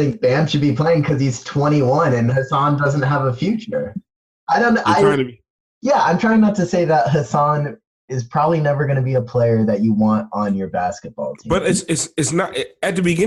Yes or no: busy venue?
no